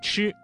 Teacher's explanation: 在发声前呢，要先堵塞气流，然后突然放开，形成爆破声 · Term: 翘舌音